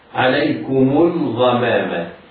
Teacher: الغين في الغمام مفخمة، وقبل الغين لام ساكنة وهي لام أل، حكمها الإظهار، إظهار القمري